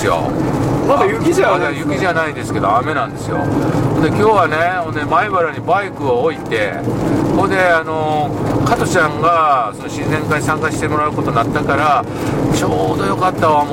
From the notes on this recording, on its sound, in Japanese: 福井県へ向かう車の中でドライビング対談収録をいたしました。